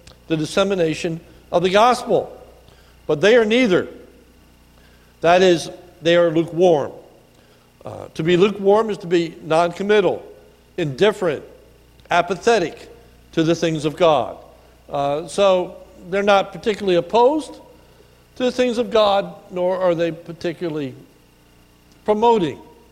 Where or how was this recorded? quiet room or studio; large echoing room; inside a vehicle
large echoing room